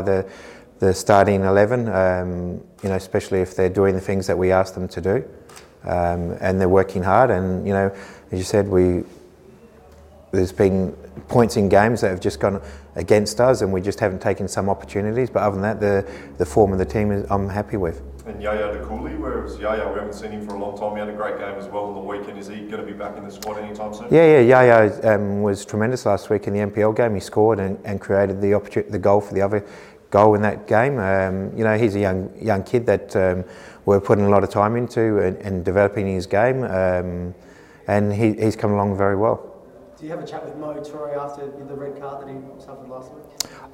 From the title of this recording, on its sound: Pre-Match Press Conference